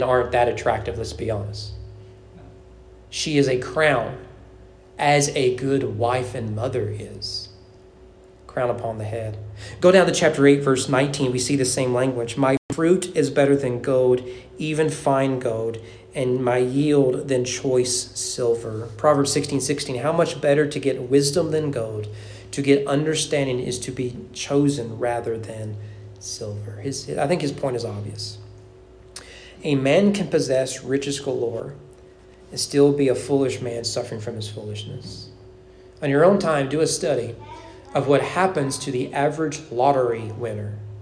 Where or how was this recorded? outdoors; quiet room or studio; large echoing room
large echoing room